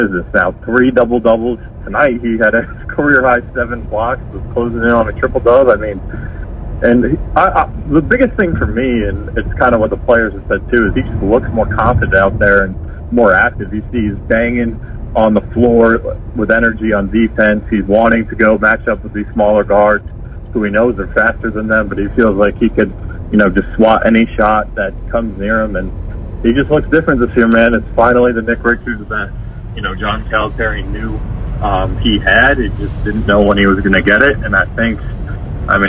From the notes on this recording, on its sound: joining via phone.